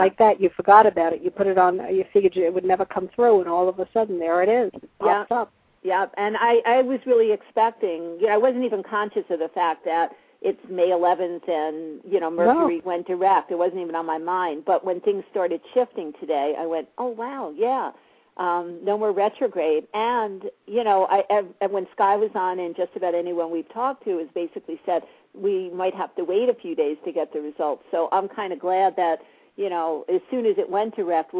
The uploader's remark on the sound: take calls LIVE on the air